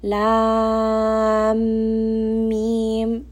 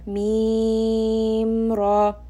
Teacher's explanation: the lam and the mim are merging together · Shown in: first take · Term: idgham